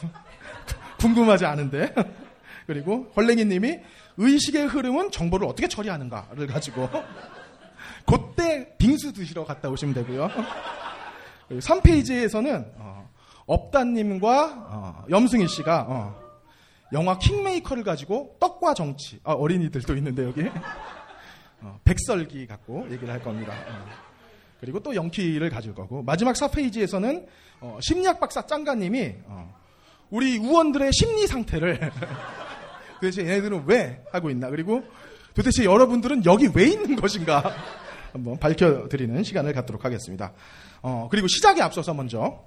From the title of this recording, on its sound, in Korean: 영진공 1주년 기념 공개방송